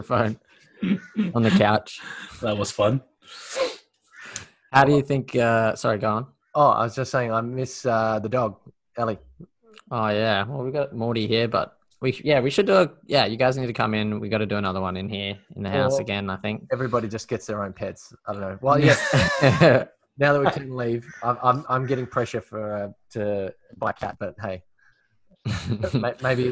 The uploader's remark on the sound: We basically got together on Zoom and recording a quick session.